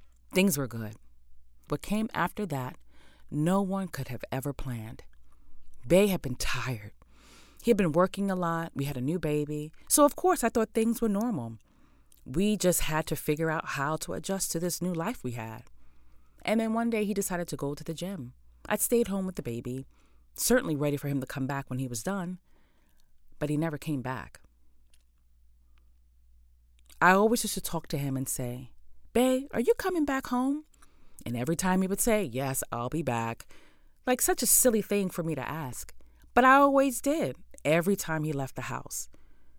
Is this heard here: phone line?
no